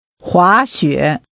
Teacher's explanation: Using rising and falling rising tones, say skiing or to ski.